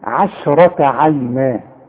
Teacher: رقق للعين، رقق للشين، فخم للراء، رقق للتاء المربوطة